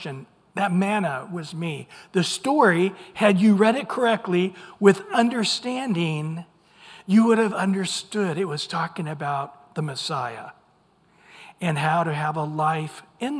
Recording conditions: large echoing room